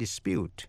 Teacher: Để ý đến chữ dispute, a dispute và to dispute, D-I-S-P-U-T-E, dù là danh từ hay động từ đều viết giống nhau, phát âm giống nhau và cùng nhấn vào vần nhì